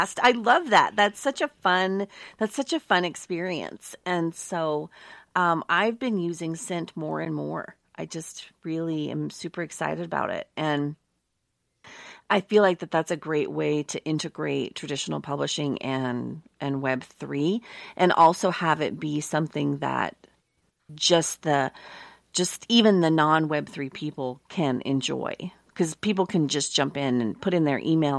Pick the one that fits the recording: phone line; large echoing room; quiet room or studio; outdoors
quiet room or studio